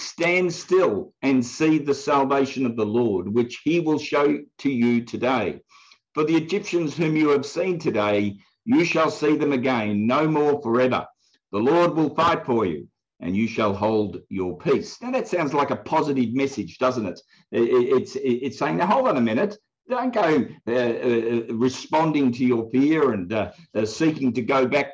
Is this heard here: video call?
yes